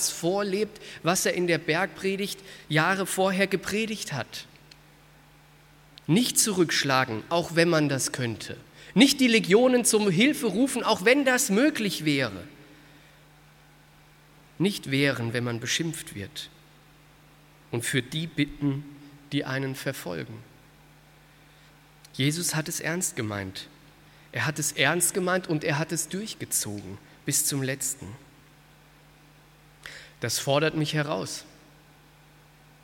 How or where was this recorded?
large echoing room